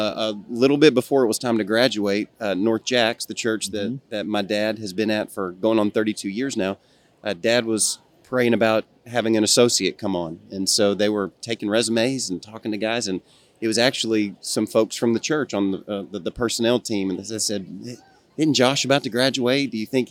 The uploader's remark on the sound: Live at SBC. Live at the Southern Baptist Convention.